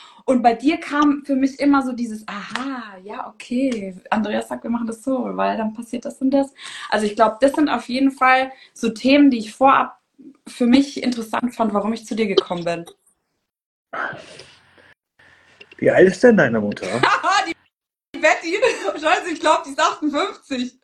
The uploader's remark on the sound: Instagram Live Talk